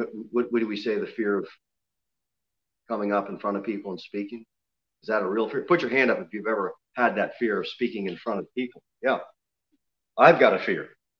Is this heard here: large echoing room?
yes